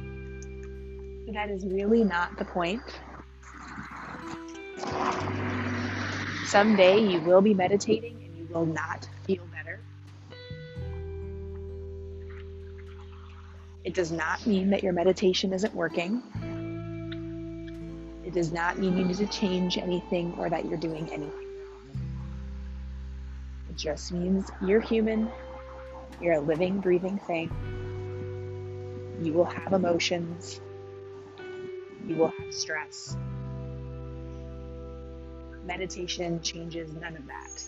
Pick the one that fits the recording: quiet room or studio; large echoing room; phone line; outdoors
outdoors